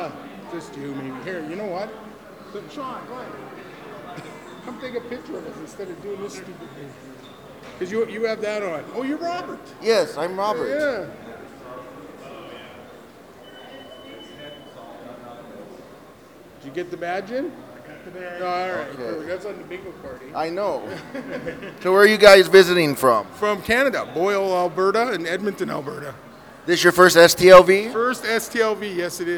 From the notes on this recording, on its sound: Inside the Rio a lot of Trek and Non Trek talk. Then we venture outside for the First ever Fansets Party hosted by The Trekgeeks podcast at The Other Room at the Forum Shops at Caesers Palace. This is the only place where you will hear exclusive audio from that event.